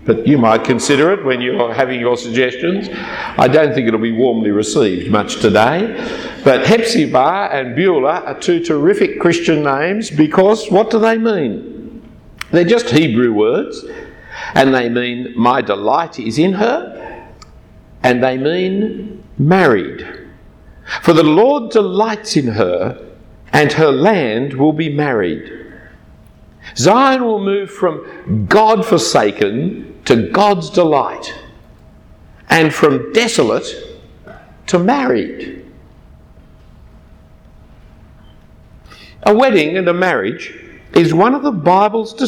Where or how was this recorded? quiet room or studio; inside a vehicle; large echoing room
large echoing room